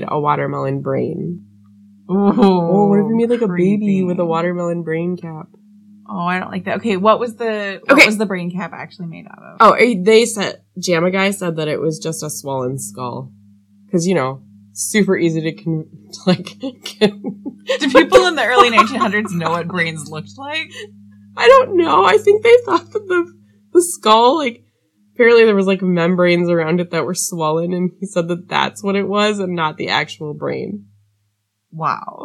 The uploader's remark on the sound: Yes, we know we need to work on our sound!